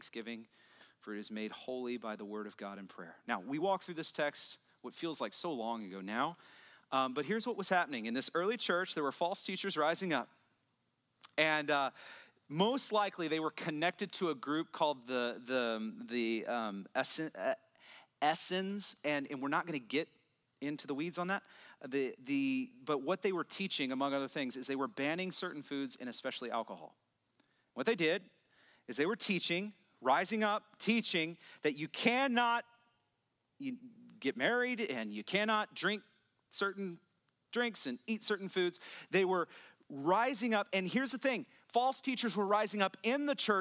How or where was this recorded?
large echoing room